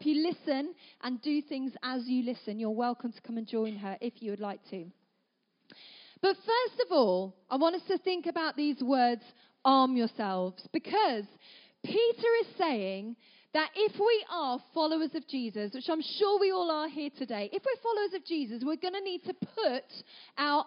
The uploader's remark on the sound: At our 3t family gathering